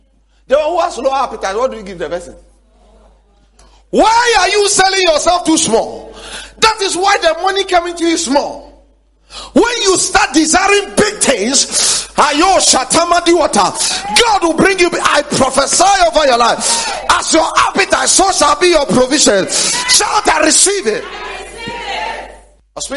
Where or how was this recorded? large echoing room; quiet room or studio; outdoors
large echoing room